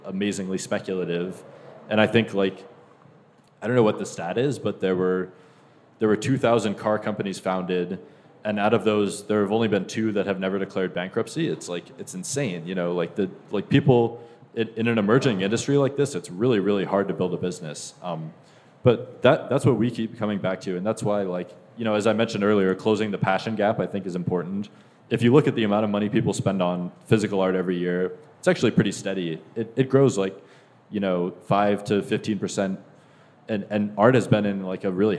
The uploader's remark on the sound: The State of NFTs Panel (Live from NYC).